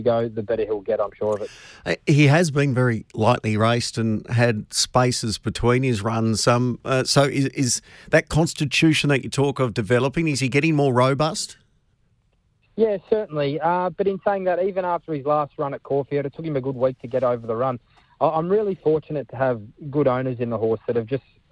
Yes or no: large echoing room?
no